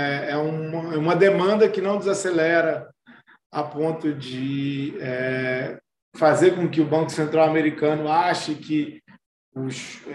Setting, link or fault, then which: link, video call